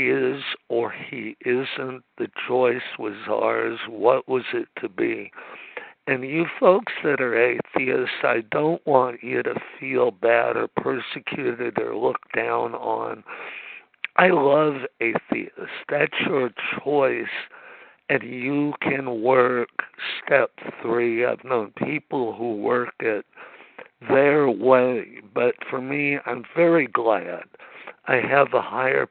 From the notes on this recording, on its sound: 100 Pounders Phone Meeting